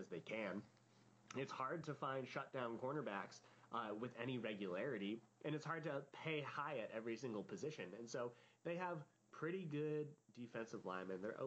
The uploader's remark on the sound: Audio is quieter on this podcast, as a heads up!